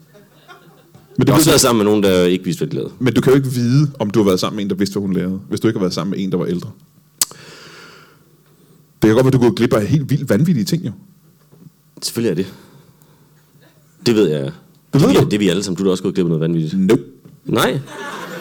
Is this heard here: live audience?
yes